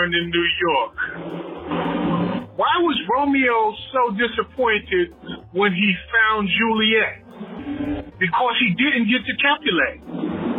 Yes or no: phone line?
yes